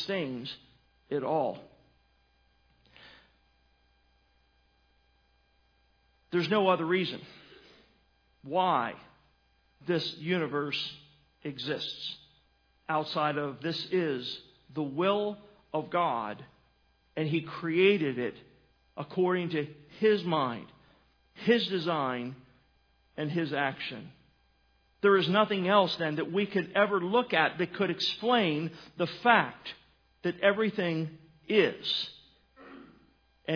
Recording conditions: large echoing room